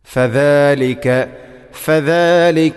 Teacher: അത് ഫദാലിക എന്ന് സ എന്ന് വായിക്കരുത്. ദ നാവിൻ്റെ അറ്റം മുൻപല്ലുകളുടെ ഇരുനിരകൾക്കിടയിൽ അല്പമായിട്ട്, അല്പം വളരെ ചെറിയ തോതിൽ പുറത്തോട്ട് വരുന്നു.